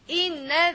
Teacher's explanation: So the alif per se is not pronounced. What is pronounced is the hamza.